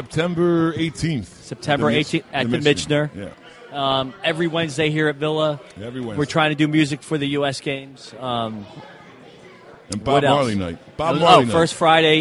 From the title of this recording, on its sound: Live At Villa Capri